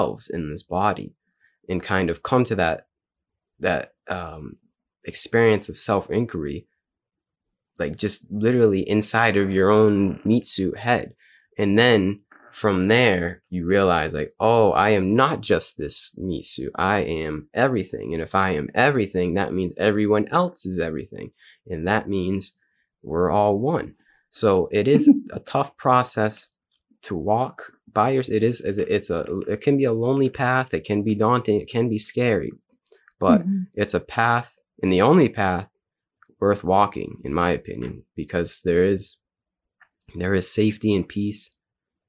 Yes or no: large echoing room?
no